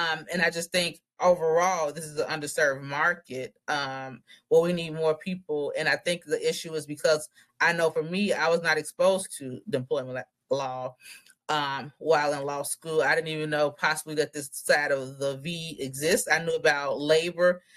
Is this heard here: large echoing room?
no